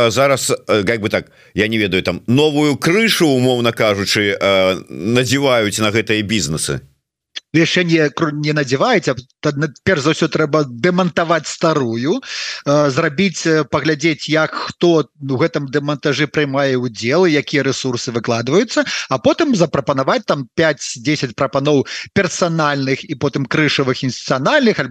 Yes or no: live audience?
no